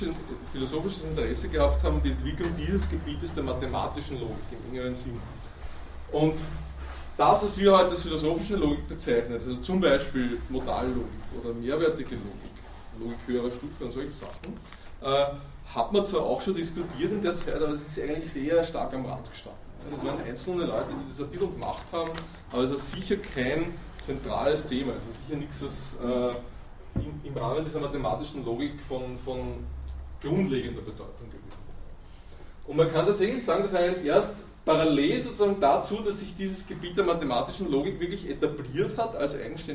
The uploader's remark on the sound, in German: Diese Vorlesung wurde von Studierenden aufgenommen